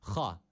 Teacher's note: Burada boğazımızı hırıldatarak çıkartmış olduğumuz ha var.